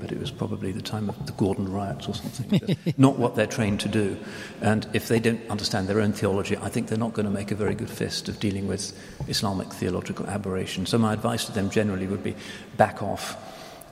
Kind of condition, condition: setting, live audience